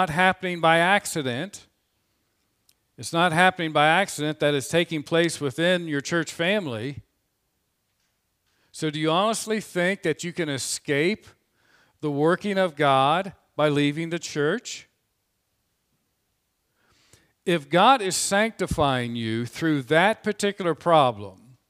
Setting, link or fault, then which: setting, large echoing room